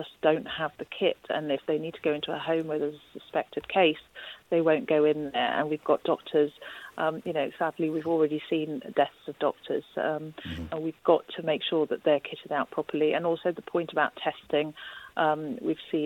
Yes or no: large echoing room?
no